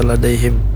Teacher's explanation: ini namanya izhar, izhar syafawi ya, jadi tidak boleh dipanjangkan pada kata ladaihim